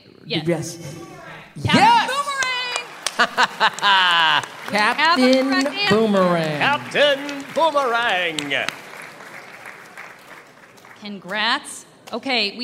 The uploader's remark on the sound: Live From New York Comic Con '21! They are also joined by hundreds of amazing audience members, who made the live experience so incredible and heart-warming.